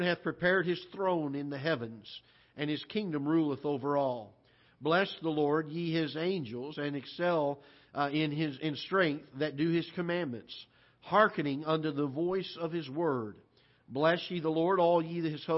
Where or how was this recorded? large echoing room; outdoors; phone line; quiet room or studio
large echoing room